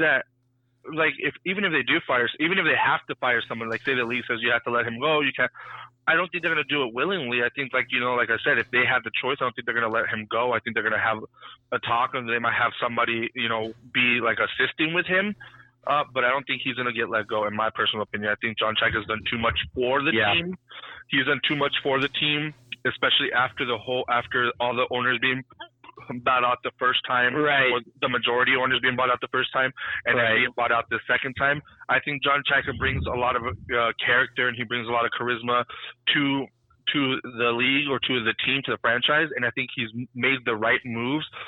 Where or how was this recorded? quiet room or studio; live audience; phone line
phone line